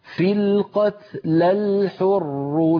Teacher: يتخلصون من التقاء الساكنين بحذف الأول لأنه حرف مد